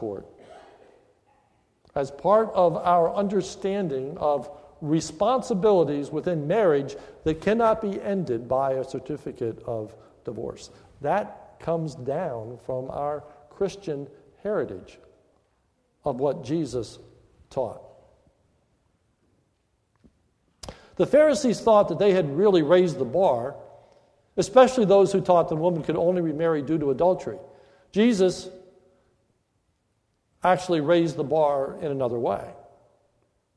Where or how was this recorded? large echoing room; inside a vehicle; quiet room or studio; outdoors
large echoing room